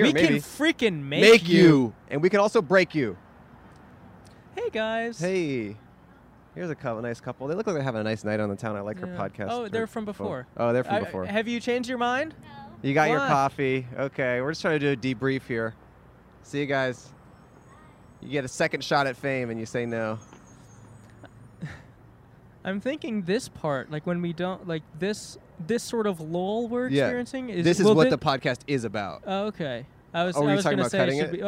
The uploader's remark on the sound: Recorded on Brand Blvd in Glendale, California.